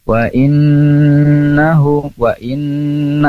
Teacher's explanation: Ini nama hukumnya adalah gunnah musyadadah. Gunnah disebabkan karena nunnya bertasydid.